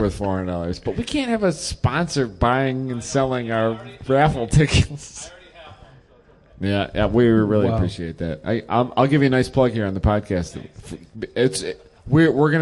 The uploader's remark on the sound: LIVE at HondaMeet15 Party Barn.